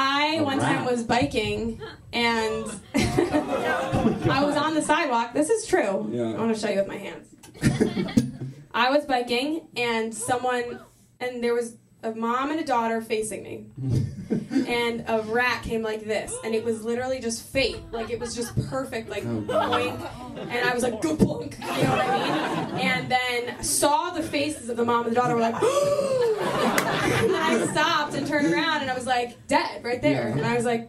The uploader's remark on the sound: Live Show: Cruella Retelling. Our live show!